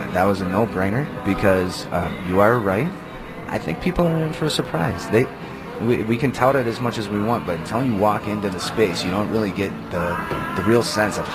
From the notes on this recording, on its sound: live from the MN State Fairgrounds for the Back to the 50's Car Show!